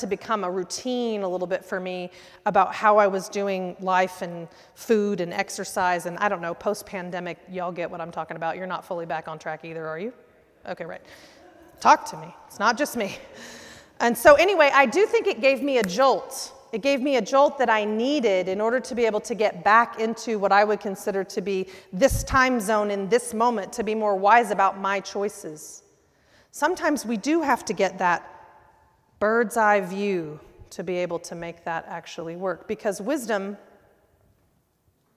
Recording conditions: large echoing room